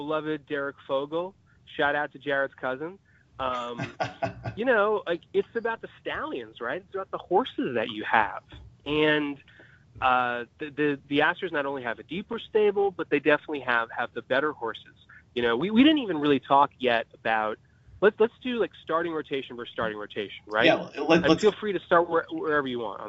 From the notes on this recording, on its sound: on the phone line